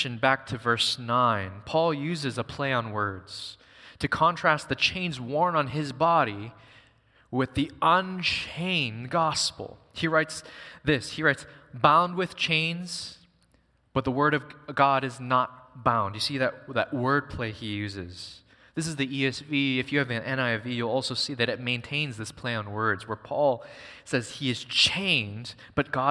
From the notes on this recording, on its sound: Recorded on September 3, 2023 at Waialae Baptist Church.